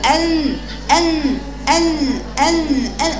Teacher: لا مش ان، مش ما بقولش ان، ما بوصلش لساني للنون، ما بوصلش طرف لساني لمخرج النون · Term: اخفاء